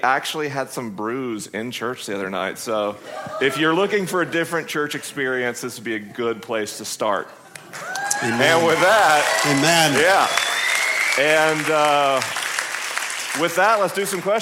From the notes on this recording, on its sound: It's a live episode of the program this week coming from the LIMINAL Conference hosted by Ventura Vineyard .